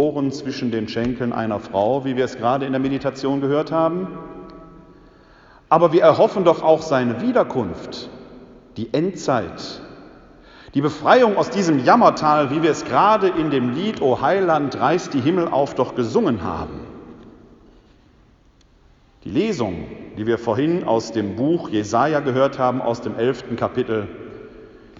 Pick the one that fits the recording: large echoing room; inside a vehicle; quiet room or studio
large echoing room